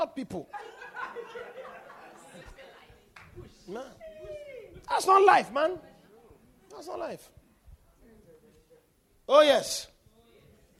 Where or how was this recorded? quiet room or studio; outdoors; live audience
live audience